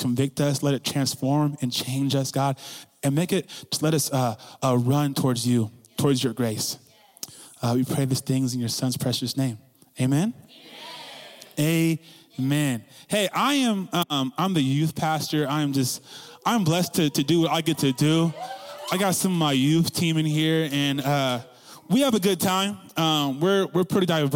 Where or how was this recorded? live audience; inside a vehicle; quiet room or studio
live audience